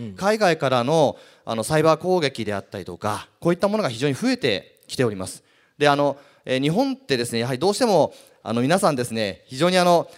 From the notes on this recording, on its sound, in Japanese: 2019年7月28日、東京・東銀座の時事通信ホールで行われた「ラジオNIKKEI 相場の福の神 注目企業ＩＲセミナー」